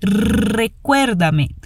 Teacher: atenção à pronúncia do R vibrado no início